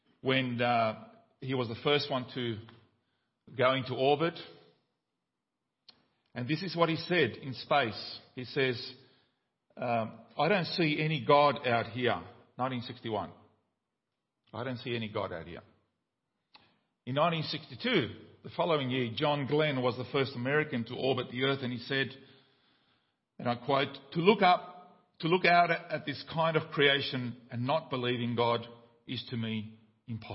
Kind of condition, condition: setting, large echoing room